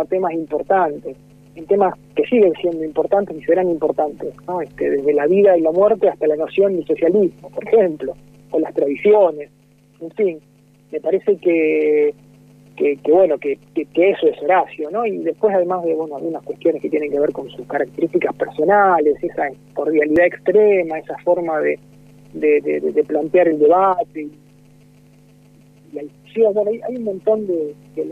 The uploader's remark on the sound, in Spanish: Entrevista telefónica